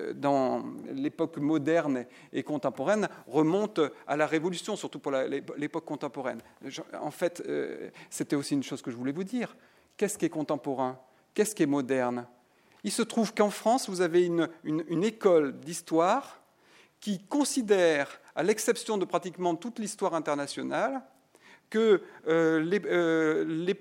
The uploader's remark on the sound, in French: Intervention enregistrée le 07 octobre 2010 dans le cadre du colloque « Exposer l’art contemporain dans les monuments historiques ».